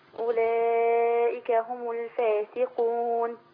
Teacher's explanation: بين القاف عشان ما تبقاش الفاسقون، تبقى كاف